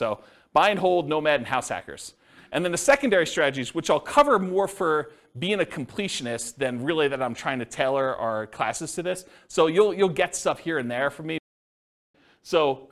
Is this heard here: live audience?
yes